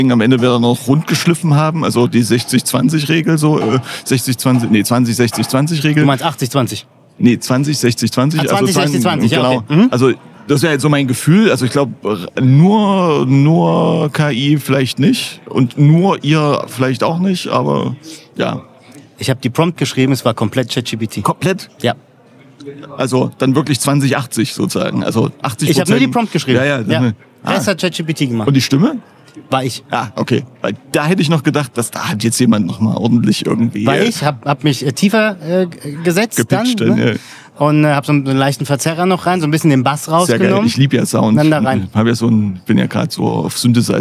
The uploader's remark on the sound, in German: Live aus dem Podcast PopUp Studio. Die CX Days 2023.